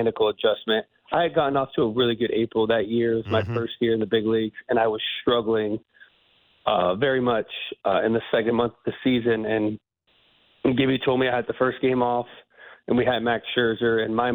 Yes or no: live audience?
no